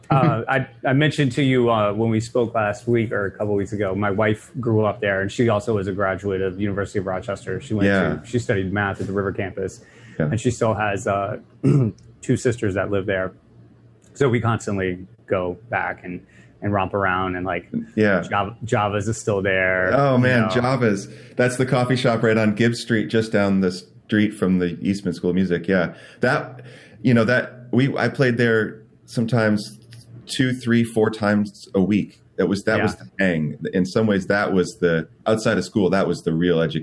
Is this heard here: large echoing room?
no